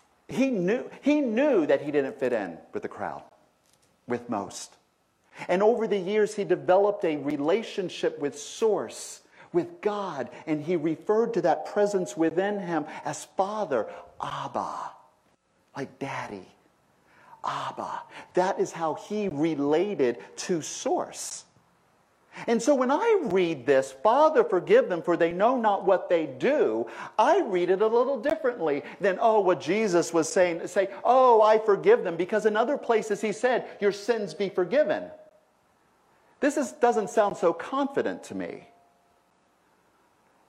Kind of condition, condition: setting, large echoing room